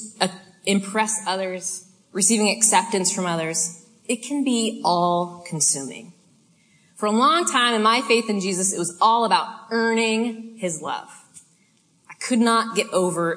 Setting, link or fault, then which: setting, live audience